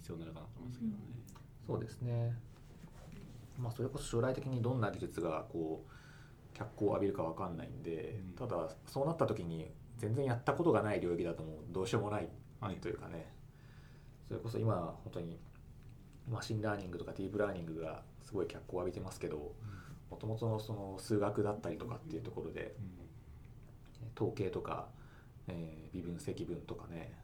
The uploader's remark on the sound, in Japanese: 貸し会議室で収録したため、隣の部屋のノイズが入っています。